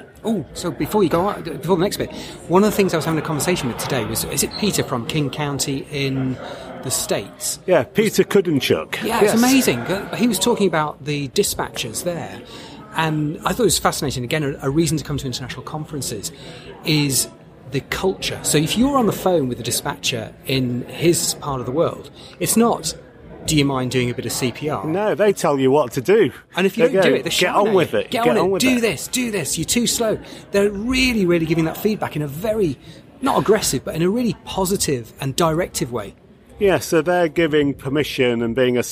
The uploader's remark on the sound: European Resus Council meeting Slovenia 2019. A vox pop round up of the best of the ERC19 conference in Slovenia.